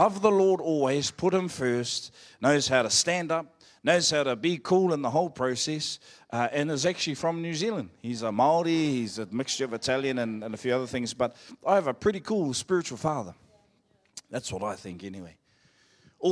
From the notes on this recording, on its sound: Live From IwiTapu Destiny Church Hawkes Bay